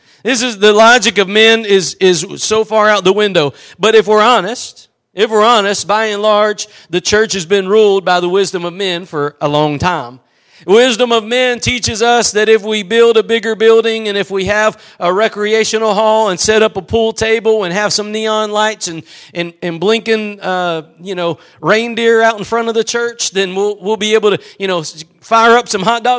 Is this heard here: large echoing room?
yes